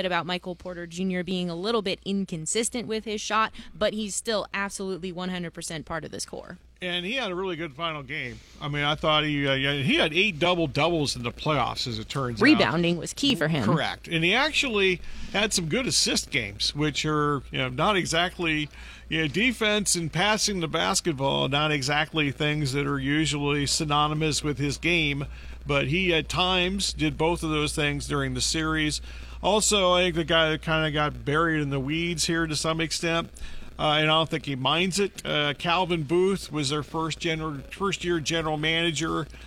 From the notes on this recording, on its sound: Live from Putting World.